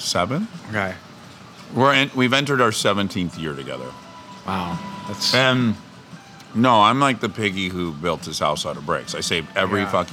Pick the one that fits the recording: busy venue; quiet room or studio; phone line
busy venue